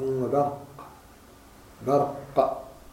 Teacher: القاف مفخم لكن الباء ليست مفخم، والراء مفخم لكن الباء ليست مفخم، برق في نعم باطل كذلك، باطل كذلك، باطل.